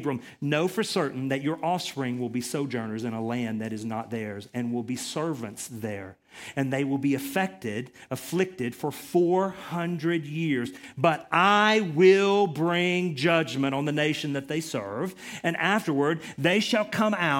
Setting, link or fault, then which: setting, large echoing room